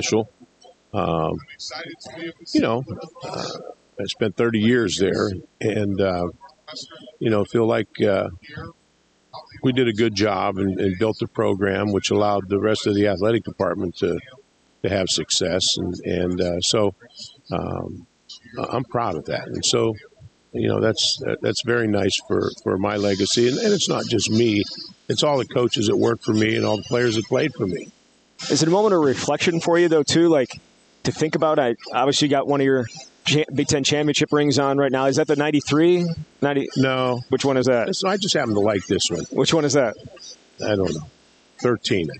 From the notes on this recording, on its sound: Live from Big Ten Media Days in Indianapolis.